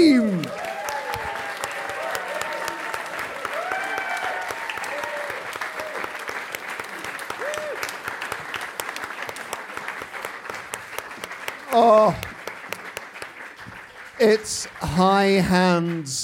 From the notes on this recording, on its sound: Having live music at The Moon Under Water has always been a point of contention with our guests. Our final live episode.